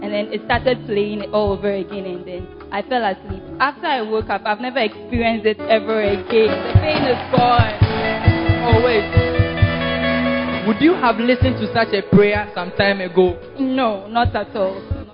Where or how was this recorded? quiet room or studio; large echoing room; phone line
large echoing room